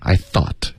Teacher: I thought 一定要舌尖碰到上齿